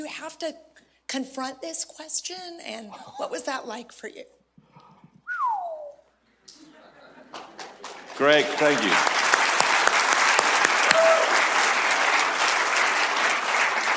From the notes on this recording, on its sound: LIVE from Cascade Church in Portland, OR. LIVE from Cascade Church in Portland, OR.